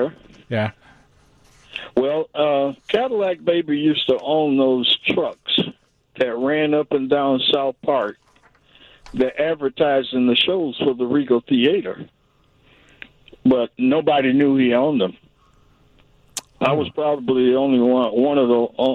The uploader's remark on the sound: joins the conversation over the phone